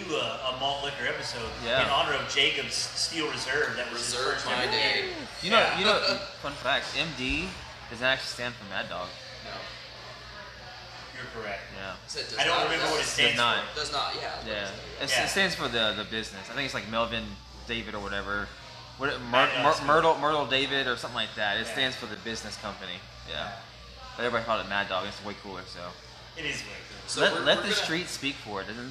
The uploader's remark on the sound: Recorded at Thistle Draftshop at the Texas release of Toppling Goliath beers, Pseudo Sue, Pompeii, and King Sue! A STUDIO AUDIENCE!!